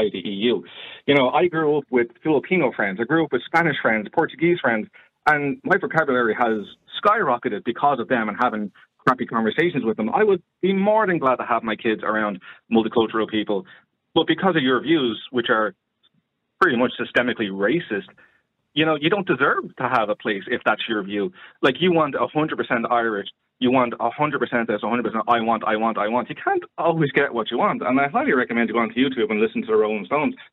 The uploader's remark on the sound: Opens the phone lines, allowing callers to weigh in on this dilemma.